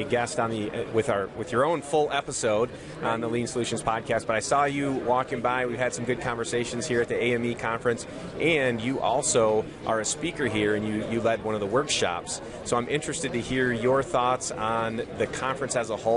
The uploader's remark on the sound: This past week, Lean Solutions was a proud sponsor for the AME international Conference in Dallas. Were there to attend, exhibit, network, and record some great interviews for the podcast.